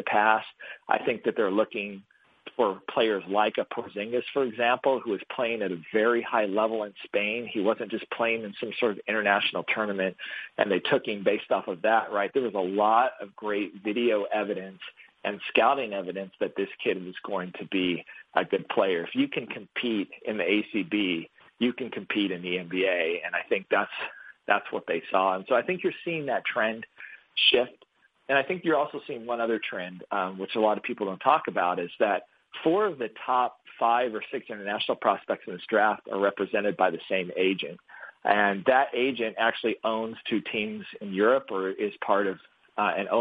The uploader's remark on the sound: hosts a conference call